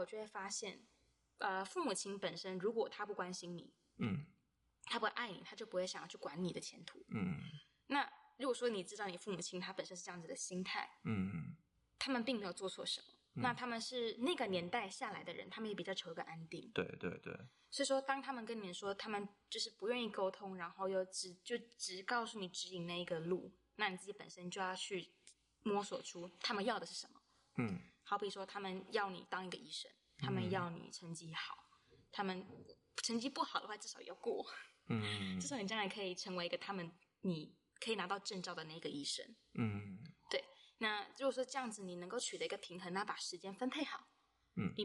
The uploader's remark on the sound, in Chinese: 近期我們收到很多關於聲音品質不足的回饋。可能有時候錄音的地點限制，後製處理如降噪音等後會降低一些聲音。